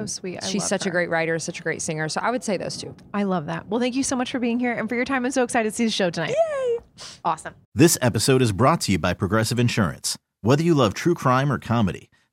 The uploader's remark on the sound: backstage at Audacy's Leading Ladies Live